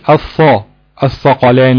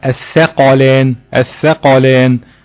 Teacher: ننطق حرف الثاء، خاصة لو جه بعد منه حرف مفخم، ان احنا نهتم بترقيقه · Shown in: second take